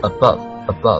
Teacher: 首先嘴巴不要张得太大，其次舌位不要太往后，就往前放一点 above 然后短促一点 · 其实呢这个 above 那个啊它是一个中位元音，就是说它的那个发音位置应该是和那个 schwa 这样的发音位置是一样的